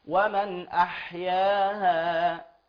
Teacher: يبقى انت لازم تجيب بحه الحاء والهمس اللي فيها لازم يبان